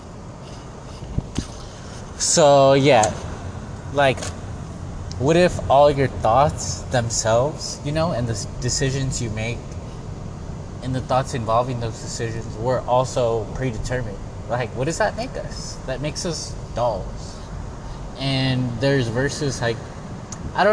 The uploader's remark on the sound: the background noise is laundromat stuff